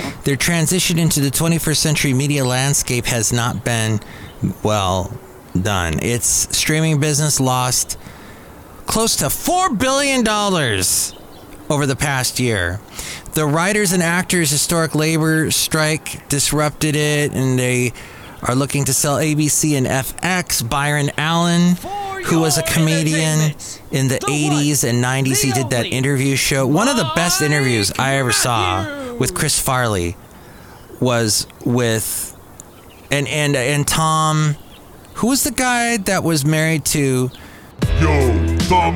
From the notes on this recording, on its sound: podcasts live from Café Anyway